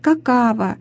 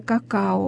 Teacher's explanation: И вот вставляется этот звук «в» · Shown in: first take